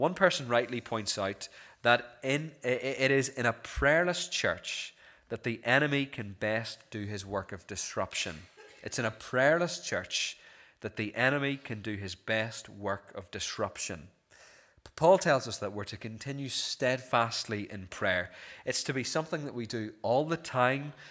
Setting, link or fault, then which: setting, large echoing room